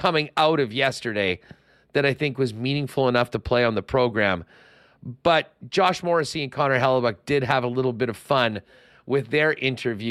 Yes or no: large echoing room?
no